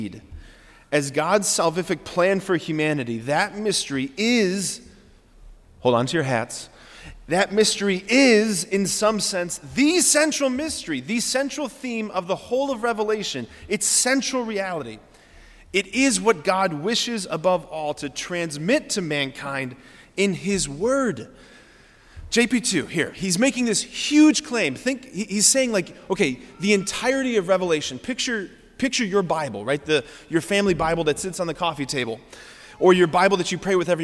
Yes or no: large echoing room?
yes